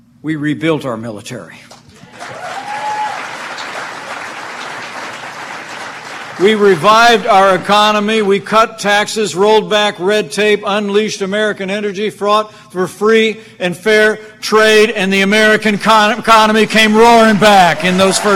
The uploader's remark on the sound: live, on-scene coverage a Janesville campaign rally